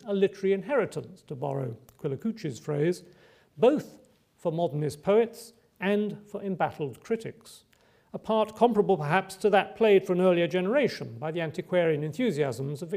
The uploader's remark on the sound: Recorded on Thursday 24 May 2012 at the University of Edinburgh's George Square Lecture Theatre.